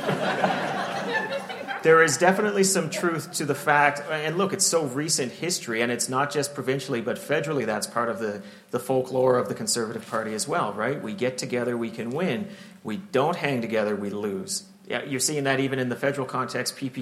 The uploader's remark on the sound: live show recorded in Calgary, Alberta